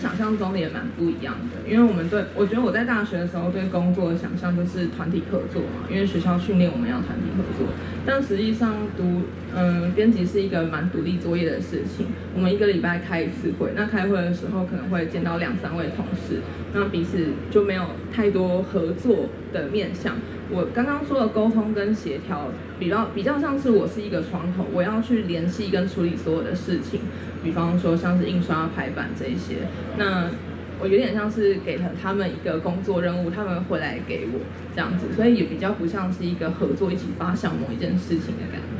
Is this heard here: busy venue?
yes